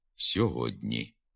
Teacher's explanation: Наприклад, пишемо «сьогодні», а вимовляти треба «сьогодні». Передньоязиковий приголосний «д» стоїть перед пом'якшеним передньоязиковим «н» і тому сам м'якшиться